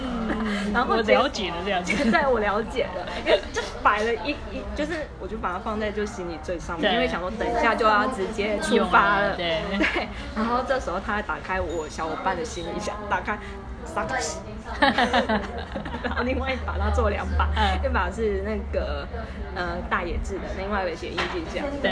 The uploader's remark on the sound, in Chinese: 粗暴收音#背景吵雜